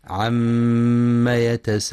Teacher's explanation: ينتبه القارئ في كلمة عم لعدم إثبات ألف بعد الميم، فلا يقرأ عما، وينتبه لغنة الميم المشددة فهي أكمل ما تكون وقفا ووصلا، عم يتساءلون.